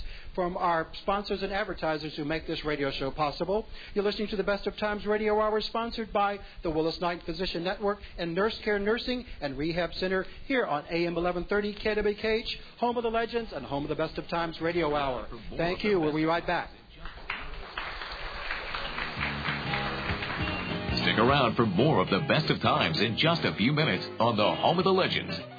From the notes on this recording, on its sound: Broadcasting live from NurseCare Nursing and Rehabilitation Center at 1736 Irving Place to answer senior related questions. This live forum was part of a Senior Health Fair from 8:30 am to 12 noon.